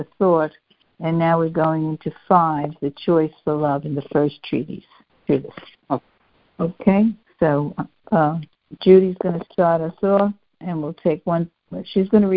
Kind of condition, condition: link, phone line